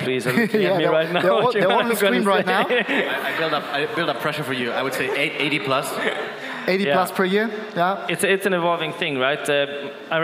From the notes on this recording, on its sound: Our main stage recording, powered by Duetto.